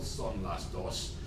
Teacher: In Mexico City, these S's are pronounced quite strongly and very noticeable